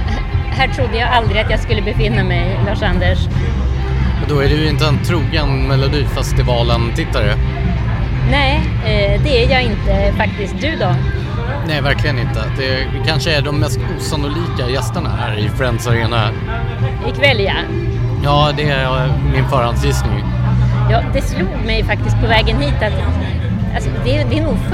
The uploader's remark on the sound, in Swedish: på Friends arena och ser finalen av Melodifestivalen.